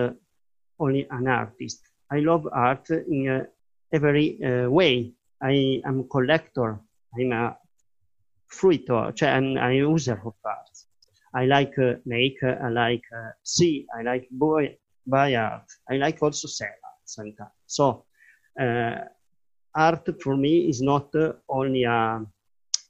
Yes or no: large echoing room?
no